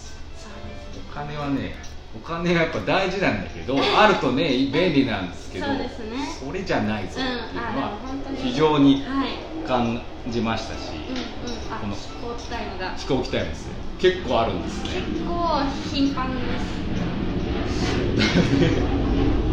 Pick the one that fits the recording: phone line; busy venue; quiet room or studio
busy venue